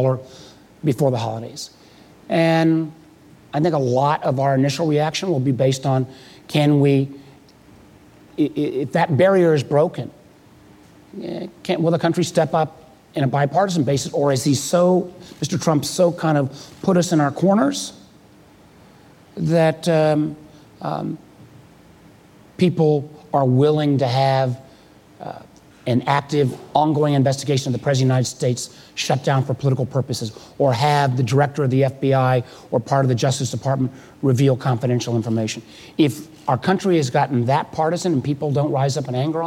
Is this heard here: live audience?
yes